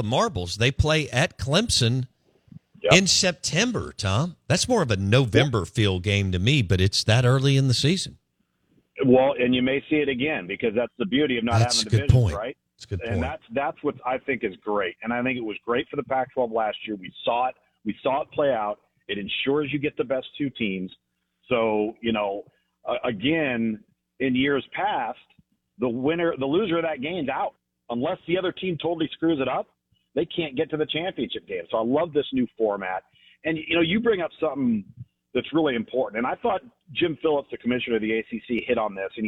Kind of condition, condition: link, phone line